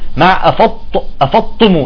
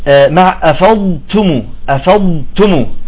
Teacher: بعضهم يقول أفضتم، بطالع الضاد والتاء بطالع الطاء، يقول مع أفضتم، لا بدك تستطيل بالضاد وتخرج التاء بهمس بسيط · Shown in: second take · ولو كانت متحركة همس بسيط حتى تخرج صفة التاء.